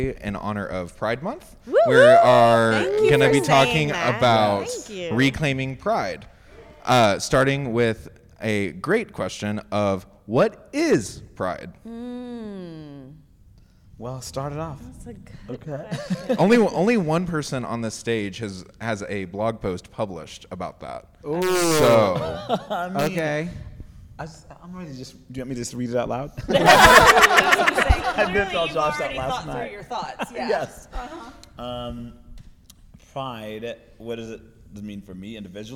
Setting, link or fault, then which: setting, live audience